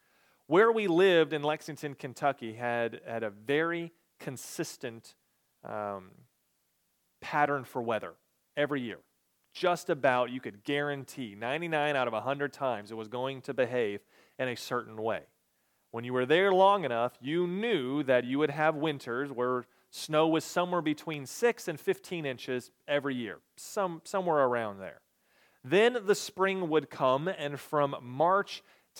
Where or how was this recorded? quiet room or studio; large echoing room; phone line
large echoing room